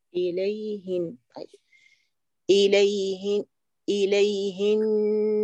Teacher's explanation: اليهن واكم بكسر الهاء لا بضمها